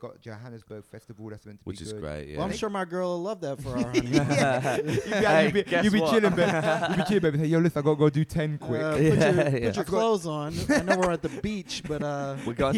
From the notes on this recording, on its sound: It's another one recorded at the Edinburgh Fringe.